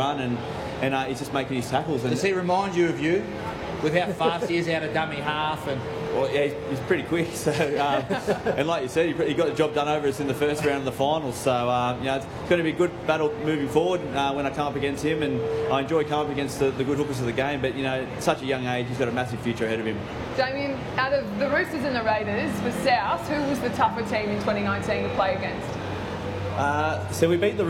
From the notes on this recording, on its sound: Grand final special live from Fan Fest. Inside The NRL is live at Fan Fest in Martin Place.